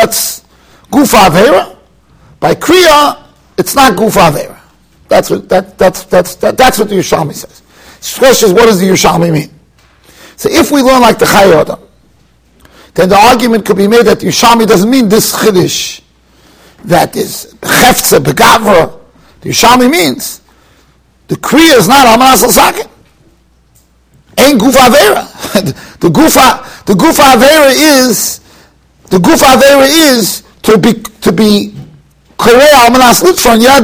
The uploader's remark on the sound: Shiur recorded in Yeshivas Ohr Reuven, Monsey, NY.